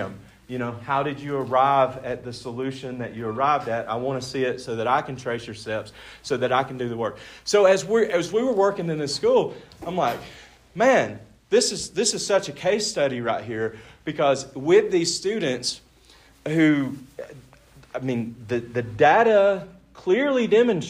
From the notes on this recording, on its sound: This episode was recorded live at the 2022 Annual Montana College Attainment Network’s annual conference.